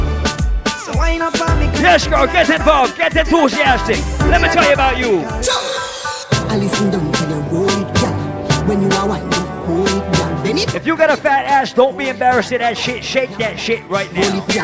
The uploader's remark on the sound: live at Island Saturdays on Dec 9th